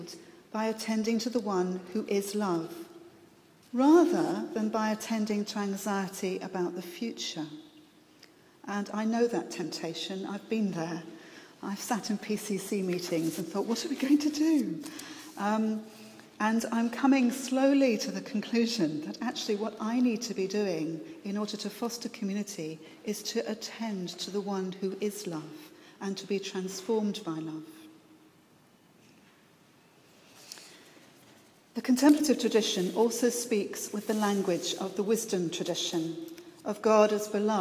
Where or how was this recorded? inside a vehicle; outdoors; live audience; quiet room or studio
live audience